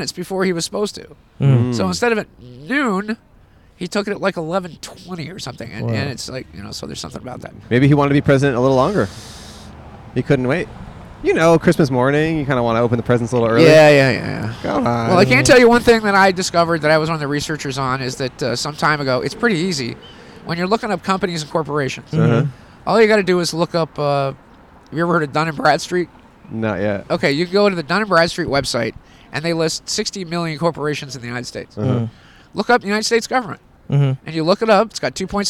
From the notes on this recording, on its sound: Outside AlienCon. Recorded 3/5/23 at the Pasadena Convention Center in California.